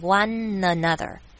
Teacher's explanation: one 跟 another 要把它连起来，变成 one another，所以就是记得那个 ne 要把它连在一起。好，所以四个重点，好好把握，好好练习一下，整句来听就会听成变成，the simple fact that this world wouldbe a whole